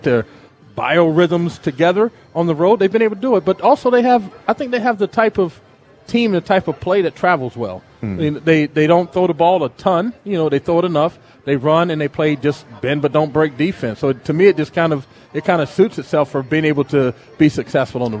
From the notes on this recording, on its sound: live at Snoqualmie Casino